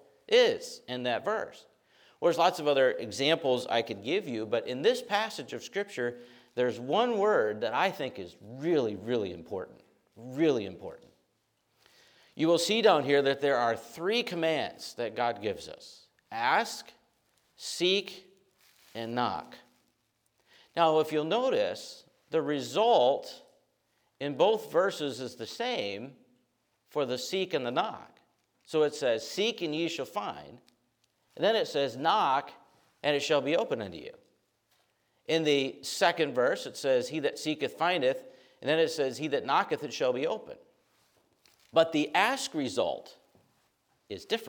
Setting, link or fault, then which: setting, large echoing room